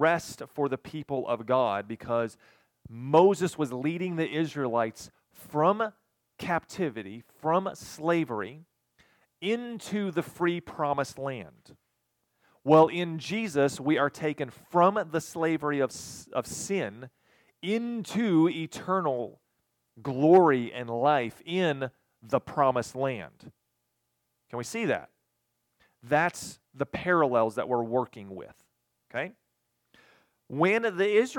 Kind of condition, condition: setting, large echoing room